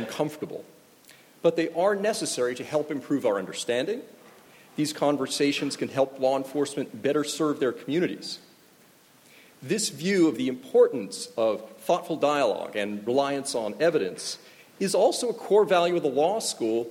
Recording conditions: large echoing room